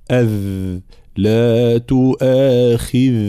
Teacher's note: صوت الذال مجهور ورخو